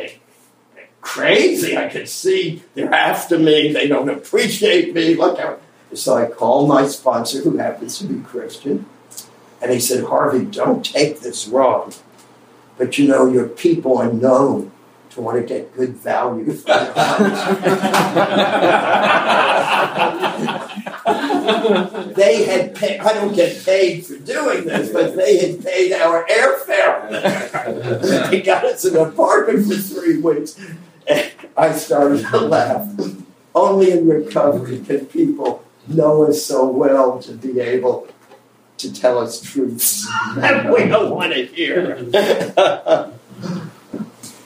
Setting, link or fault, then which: fault, poor sound quality